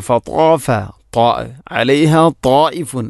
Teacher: ത്വാ എന്ന അക്ഷരം ഉച്ചരിക്കുമ്പോൾ നാവിൻ്റെ മധ്യഭാഗം അണ്ണാക്കിലോട്ട് ചേർന്ന് വരണം. ഇനി തായിഫുൻ, അവിടെ മദ് മുത്തസിലുണ്ട്, മദ്ദിൻ്റെ അക്ഷരമായ അലിഫിന് ശേഷം ഹംസ, അതേ പദത്തിൽ വരുമ്പോൾ നാലോ അഞ്ചോ ഹർക്കത്തിന് തുല്യമായിട്ട് നീട്ടൽ നിർബന്ധമാണ്.